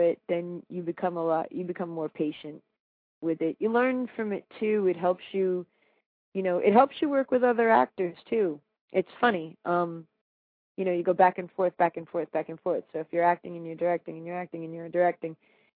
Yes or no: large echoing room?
no